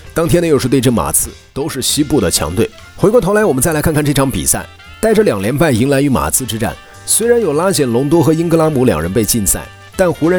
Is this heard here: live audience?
no